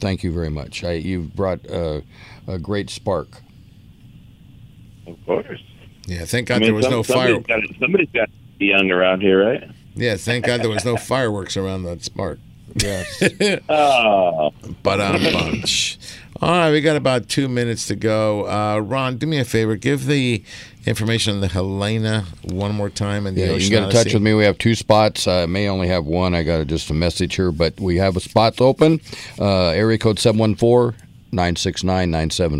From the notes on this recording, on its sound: "LIVE" from Angel Stadium in Anaheim, CA